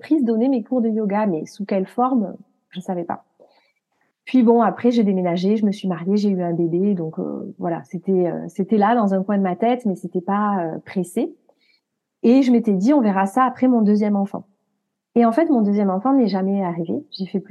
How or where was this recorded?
video call